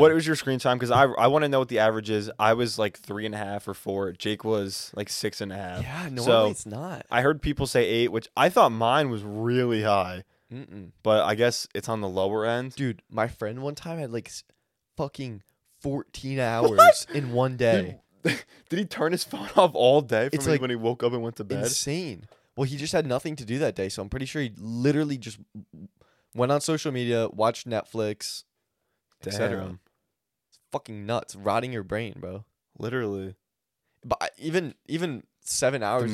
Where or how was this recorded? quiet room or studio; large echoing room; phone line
quiet room or studio